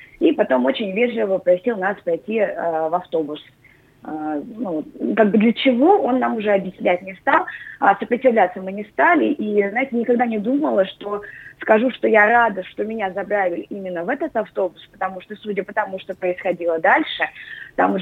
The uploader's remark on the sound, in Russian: По телефону